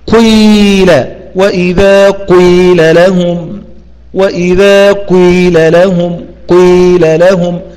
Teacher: فلا تقل قيل ولا تقل قويل، وإنما قيل قيل قيل. تبدأ الأداء بضم الشفاه بقوة، ضم الشفاه بقوة، لكن انفك بسرعة إلى الكسر. · Term: الإشمام